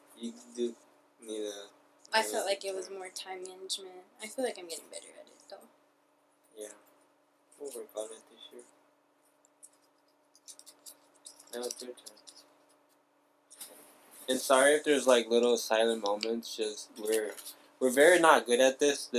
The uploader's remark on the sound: This is our first attempt at podcasting so we do apologize for the bad audio and awkward silences.